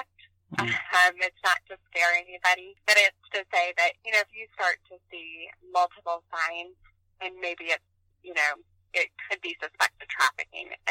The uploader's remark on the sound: This was recorded on the phone after a few other options were not working, and wasn’t the best audio recording.